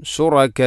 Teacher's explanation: വഖഫ് ചെയ്യുമ്പോൾ ഷുറക മദ് ചെയ്യണം, മദ് മുത്തസിലാണത്. നാലോ അഞ്ചോ ഹർക്കത്തിന് തുല്യമായിട്ട് നിർബന്ധമായിട്ടും നീട്ടണം · Term: മദ് മുത്തസിൽ